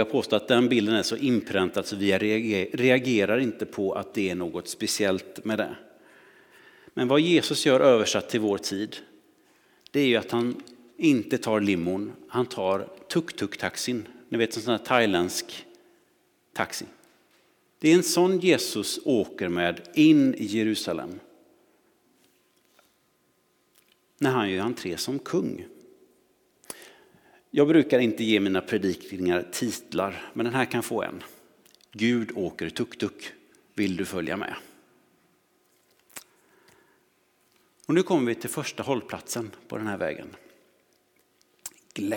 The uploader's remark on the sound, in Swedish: Inspelning från Immanuelskyrkan Skövde.